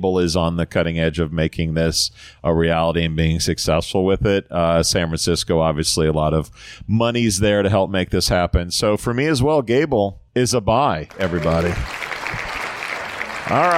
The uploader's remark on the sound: a LIVE recording from a bar in Columbus Indiana